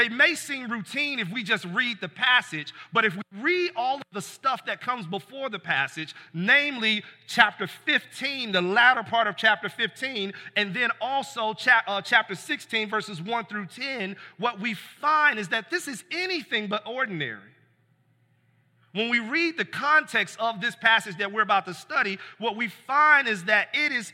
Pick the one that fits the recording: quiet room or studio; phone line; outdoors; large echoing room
large echoing room